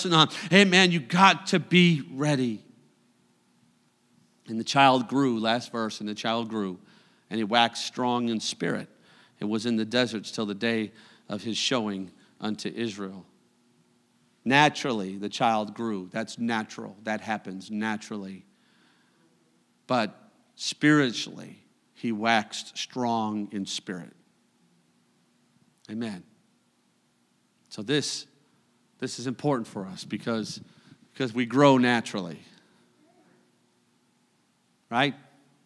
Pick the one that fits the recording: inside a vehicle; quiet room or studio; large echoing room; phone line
large echoing room